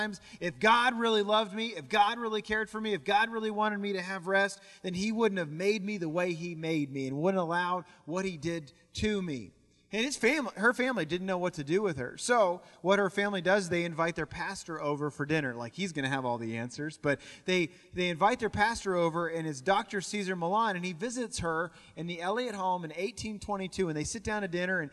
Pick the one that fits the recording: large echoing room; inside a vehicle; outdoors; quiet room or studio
large echoing room